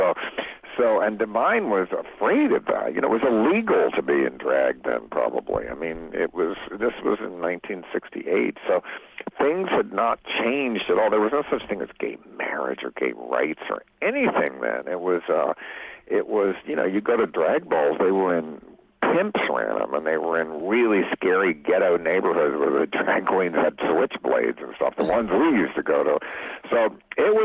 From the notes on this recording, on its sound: called in from his home in Baltimore